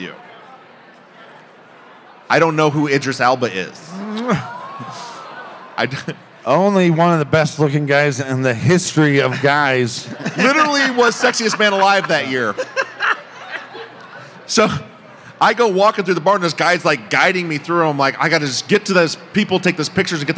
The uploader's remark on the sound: LIVE from Las Vegas! On stage for a special live show at CrimeCon 2022.